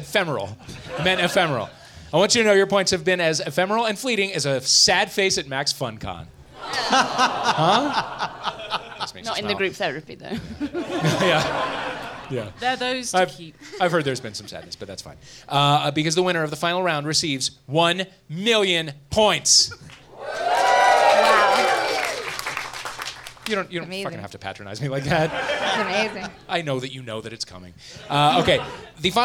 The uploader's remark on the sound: Live at MaxFunCon